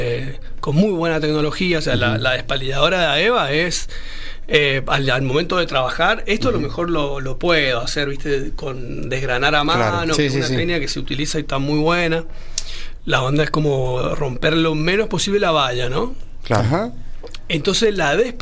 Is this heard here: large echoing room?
no